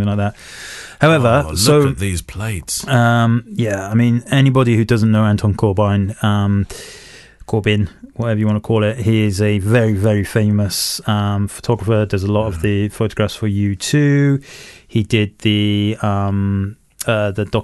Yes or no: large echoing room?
no